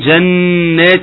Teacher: النون المشددة تغنى بمقدار حركتين